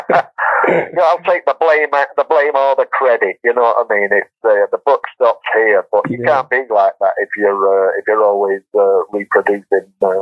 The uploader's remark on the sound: joined us over the phone